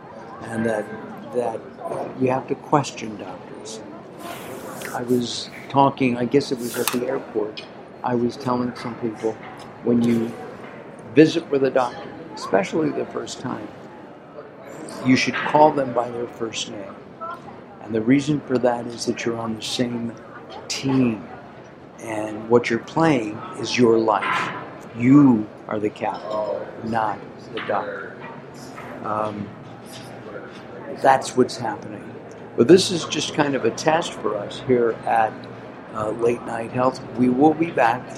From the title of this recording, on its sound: LIVE From #SSW Supply Side West